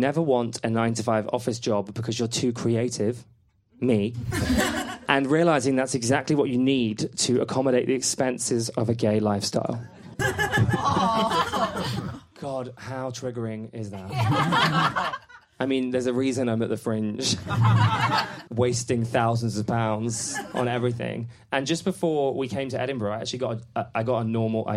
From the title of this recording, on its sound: Live in Edinburgh